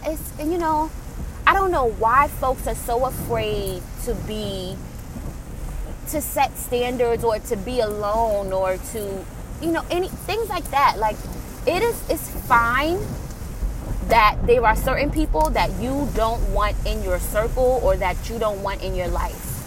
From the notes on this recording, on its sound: Enjoy the sound of the rain pounding on windshield of my vehicle.